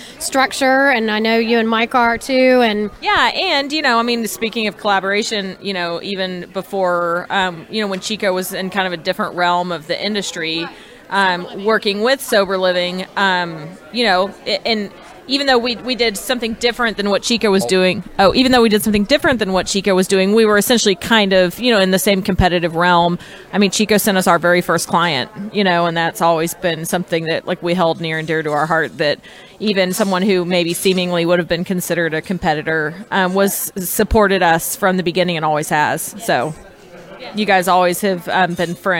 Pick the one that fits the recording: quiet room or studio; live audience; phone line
live audience